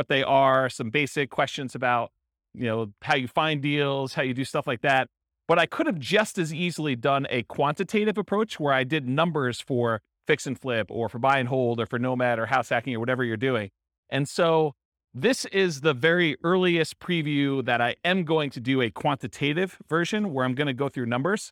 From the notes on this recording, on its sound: This was a live class recorded